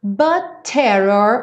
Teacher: um T só, então não dá tempo de falar but terror